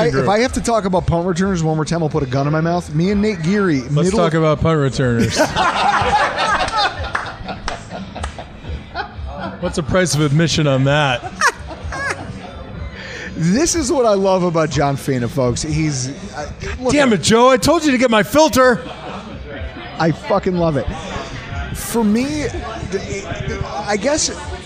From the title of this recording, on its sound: LIVE from Oneills Stadium Inn